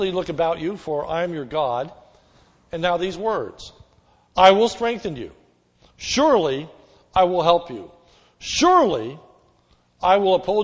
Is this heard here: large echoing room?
yes